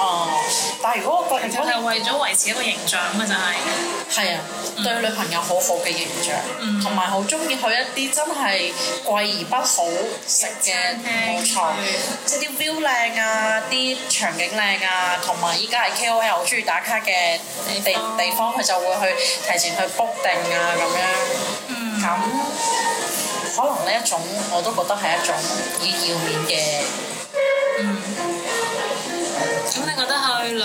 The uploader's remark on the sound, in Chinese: 这次在外面录制很吵